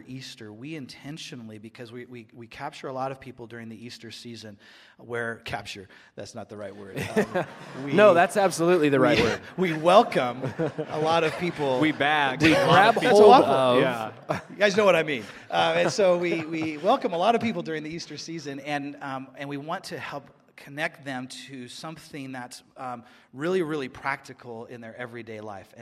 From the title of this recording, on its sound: Live at Westside Church